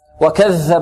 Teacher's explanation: الذال معجمة، تخرج من طرف اللسان مع ماذا؟ مع أطراف الثنايا العليا